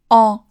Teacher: 首先，法语的 en 开口度更大，上下的幅度尤其要打开。